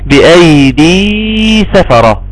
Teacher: اثبتنا الياء المادية اللي تمد بمقدار حركتين